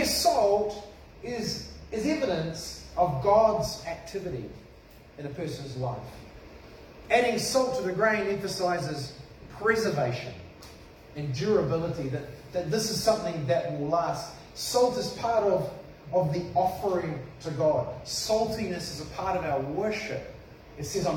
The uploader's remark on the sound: This sermon was preached at cession|community on 21 February 2021